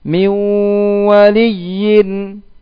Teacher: Ya, dihentakkan ya-nya agar tidak keluar gunnah.